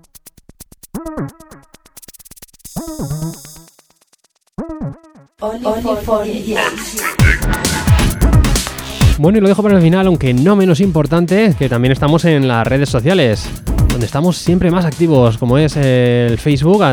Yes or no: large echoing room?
no